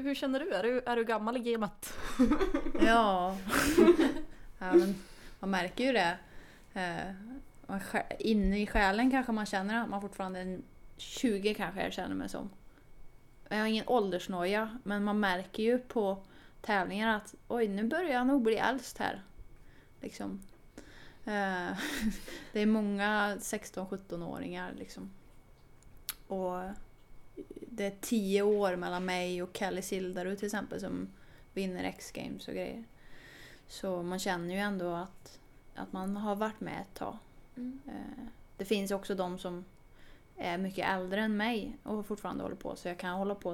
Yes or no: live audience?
no